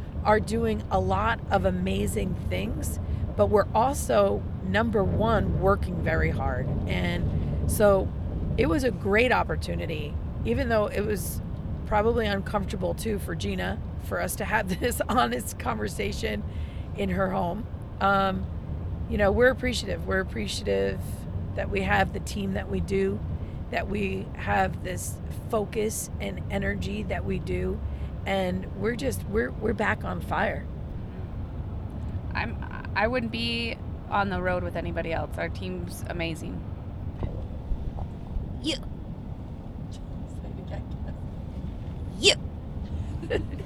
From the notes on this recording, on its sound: Live from the road